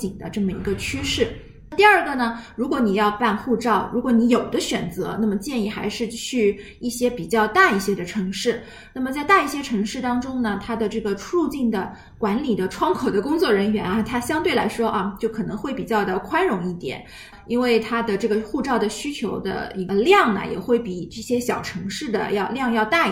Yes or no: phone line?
no